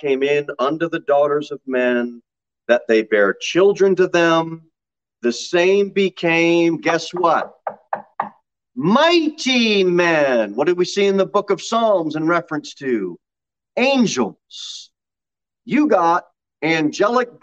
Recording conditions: large echoing room